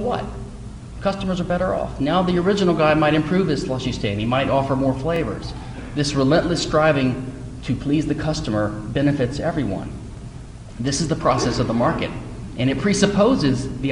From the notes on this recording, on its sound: At the 2010 Students for Liberty Texas Regional Conference, University of Texas, Austin. At the 2010 Students for Liberty Texas Regional Conference, University of Texas, Austin.